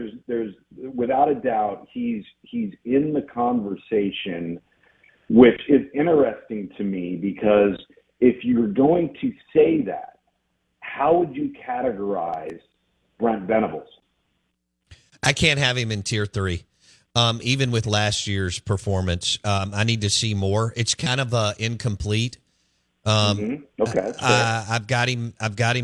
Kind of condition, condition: link, phone line